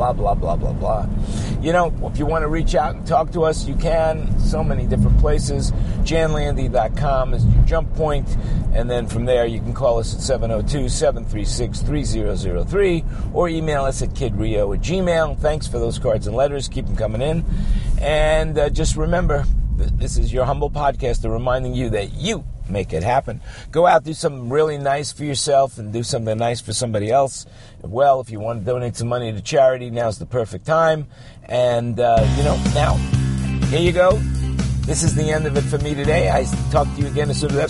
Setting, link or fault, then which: setting, inside a vehicle